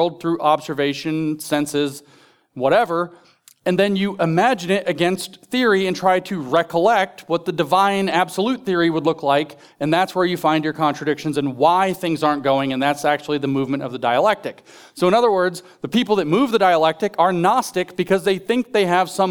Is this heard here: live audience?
yes